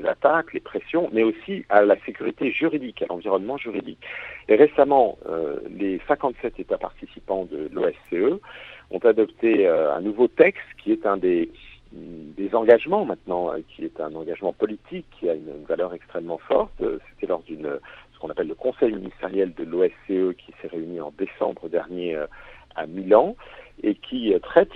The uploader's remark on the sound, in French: Aujourd'hui, direction Malte pour rejoindre par téléphone.